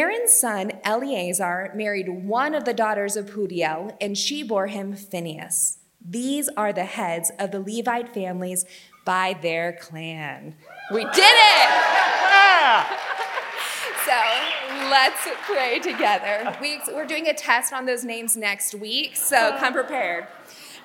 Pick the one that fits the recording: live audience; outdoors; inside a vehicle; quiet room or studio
live audience